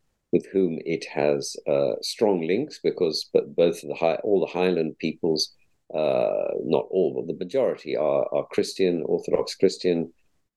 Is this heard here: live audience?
no